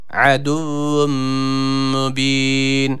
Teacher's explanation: Şeddeli olan vavı da birazcık tutuyoruz. Aduvvun kelimesinde ayn harfine dikkat ediyoruz.